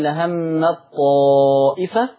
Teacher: بأكد على إدغام التاء في الطاء، إدغام التاء في الطاء إدغاما واجبا. خش على الطاء على طول.